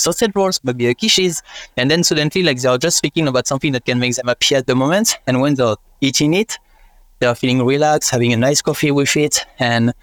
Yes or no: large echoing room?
no